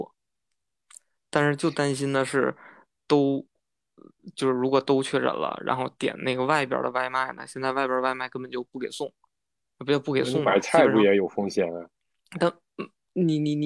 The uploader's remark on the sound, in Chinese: 随着疫情防控形式的陡然变化，我们经过了一系列的考虑后，又一次采用了线上录制的方式。三位主播身处近期疫情传播最厉害的北京。